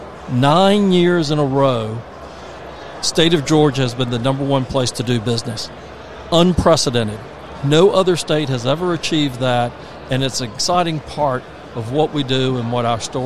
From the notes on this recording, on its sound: Broadcasting live from the Georgia World Congress Center for Georgia Technology Summit